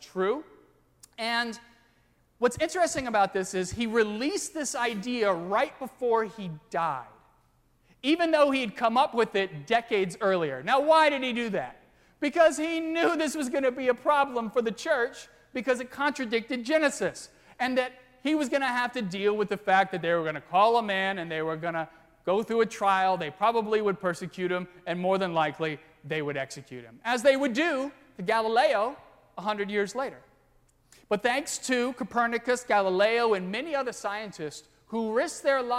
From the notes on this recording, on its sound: during the 9:30 AM service on Sunday September 25, 2016, at First Presbyterian Church of Arlington Heights, Illinois.